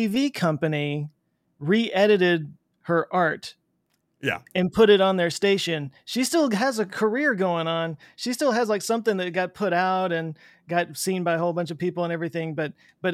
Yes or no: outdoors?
no